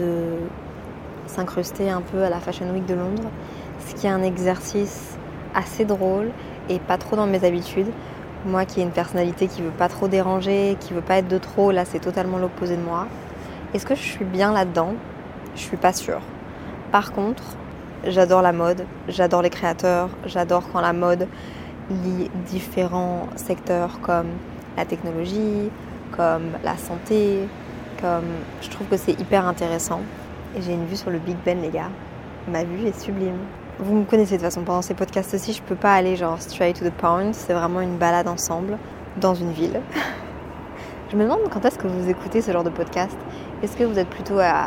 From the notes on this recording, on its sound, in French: Lorsque je voyage, je prends l'habitude de prendre mon micro, de l'allumer, de me balader et de vous parler. Entre 2 cafés, des bruits de talons, et le brouhaha de la ville, je vous emmène dans mes pensées, à Londres.